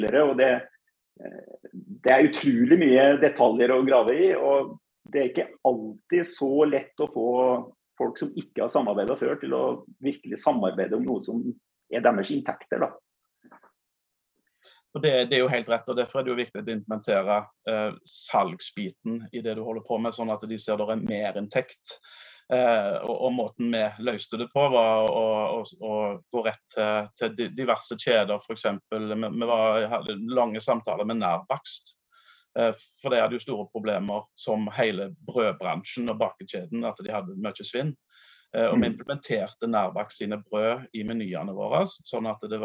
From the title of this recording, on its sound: Live Zoom